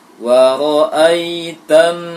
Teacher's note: ketika membaca nun tasdidnya, ketika tasdidnya itu yang didengungkan ke hidung. Wa ra'aitan, nah, menahan nun tasdid itu baru ke hidung.